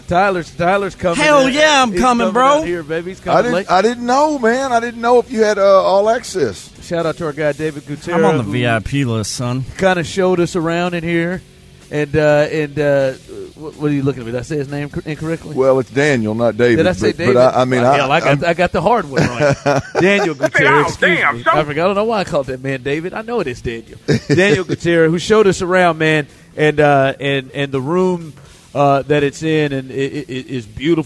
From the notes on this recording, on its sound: THE DRIVE is LIVE from the Red Carpet!